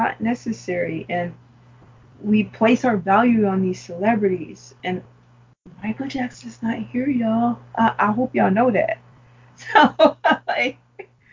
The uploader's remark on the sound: With another setback- A RUSTY MICROPHONE SOUND. I guess the mic missed us as well, and was just paying us back for all the months of non-use. We apologize in advance for any bad sound.